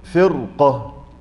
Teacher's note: فرقة هذه راء ساكنة بعد كسر، صح ولا لا؟ ومع ذلك تفخم، يعني لا يقال فيها فرقة، هذا خطأ.